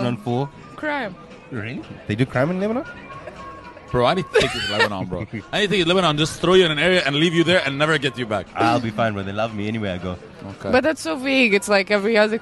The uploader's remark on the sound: Here is the second part of the recording at One Life Cafe in Dubai.